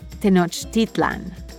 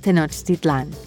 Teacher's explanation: the common pronunciation that puts the accent on the last syllable · Shown in: second take